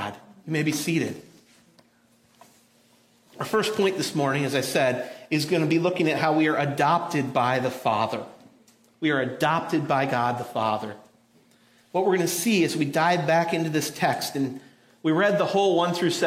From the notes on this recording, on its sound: audio from New City Church in Champaign-Urbana, IL